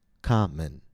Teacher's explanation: Common has two syllables, common. The first syllable is stressed, ka. In both syllables, we have the same vowel letter, the letter O.